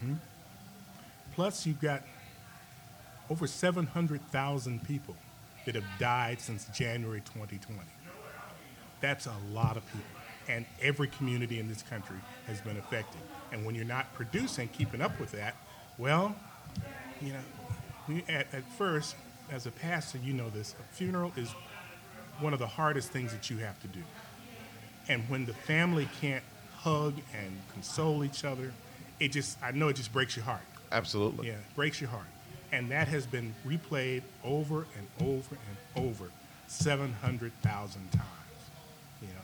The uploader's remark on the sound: Recorded live at Mama’s Breakfast and BBQ in Macon, Georgia.